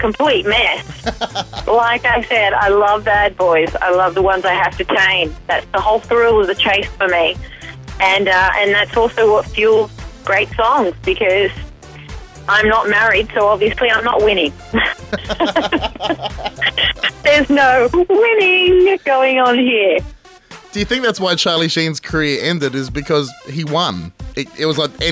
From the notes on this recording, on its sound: Live from London. This is the complete phone call.